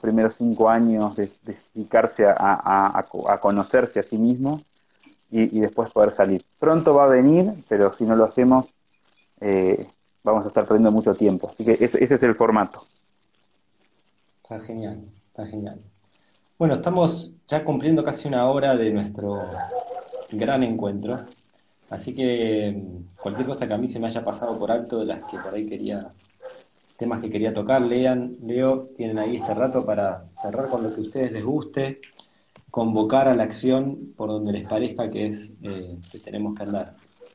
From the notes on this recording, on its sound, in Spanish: Audio de la charla en vivo por Instagram